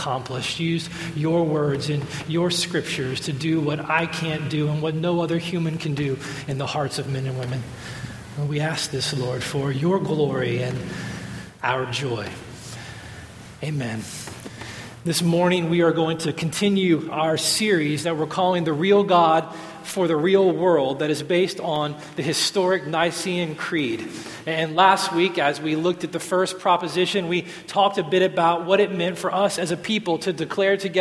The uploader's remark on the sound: At Redemption Hill Church on Sunday, September 25th, 2011.